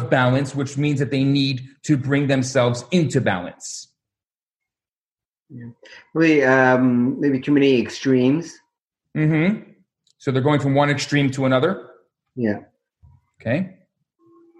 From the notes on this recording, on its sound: Recorded Live on Zoom